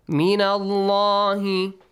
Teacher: The word Allah is pronounced with a heavy sound because there is a fatha before it.